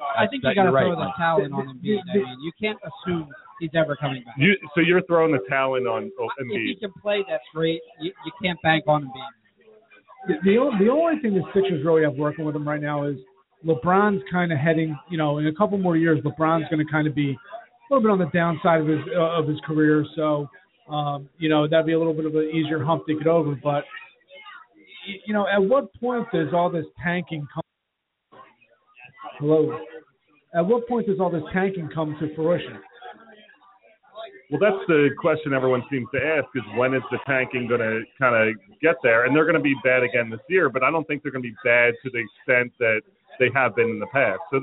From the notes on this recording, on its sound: Live from the Mexican Food Factory in Marlton, NJ